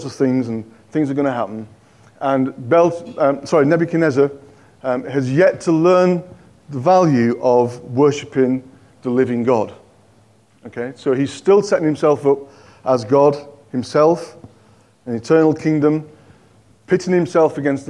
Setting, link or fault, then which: setting, large echoing room